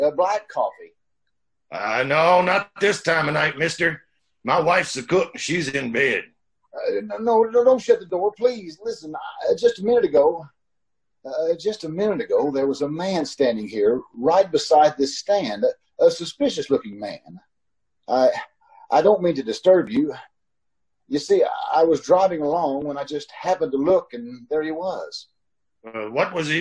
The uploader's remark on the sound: a Facebook/Zoom recording performed and aired during the COVID-19 pandemic on May 15, 2020